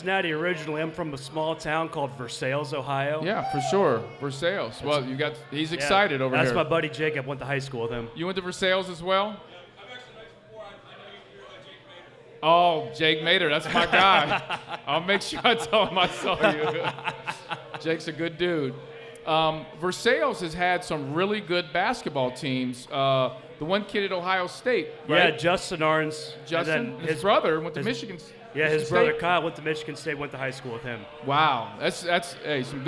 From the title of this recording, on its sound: LIVE at Mio’s